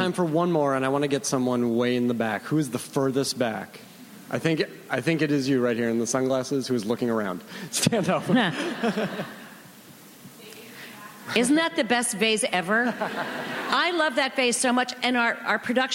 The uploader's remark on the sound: Recorded June 5, 2015 at ATX Television Festival.